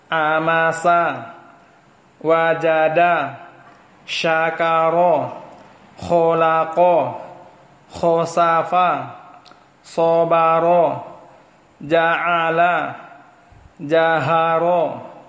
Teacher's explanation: penglafazan harokat fathah yang mengarah ke A dan juga mengarah ke O